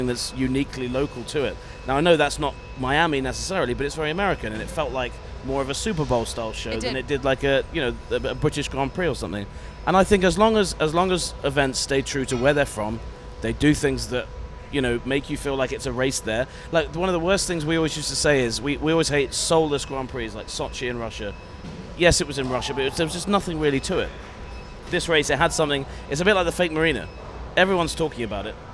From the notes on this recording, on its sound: on location at the Miami Grand Prix